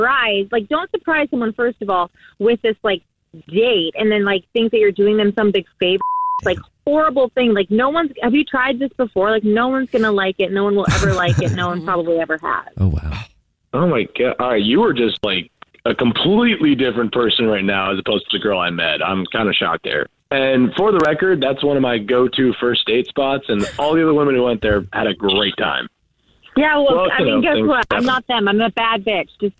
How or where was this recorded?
phone line